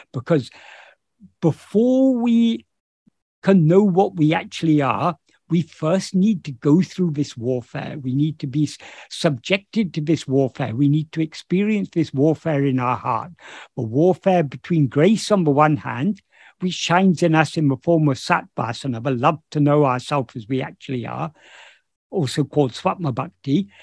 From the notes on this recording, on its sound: In a Zoom meeting of the ‘Ramana Maharshi Foundation UK’ on 27th August 2022.